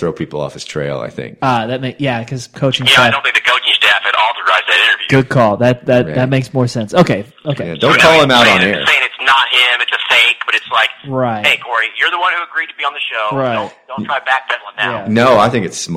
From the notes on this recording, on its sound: phones